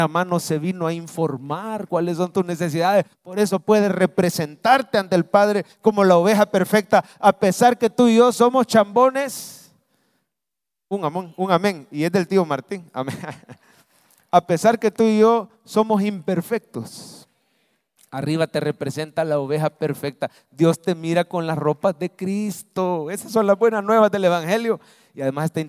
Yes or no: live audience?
yes